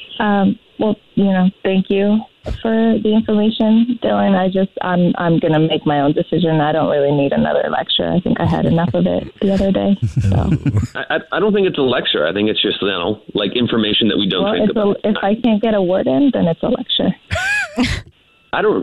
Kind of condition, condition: link, phone line